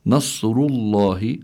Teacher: الراء هون مضمومة، حكمها التفخيم. لام لفظ الجلال الله، كذلك هون حكمه التفخيم.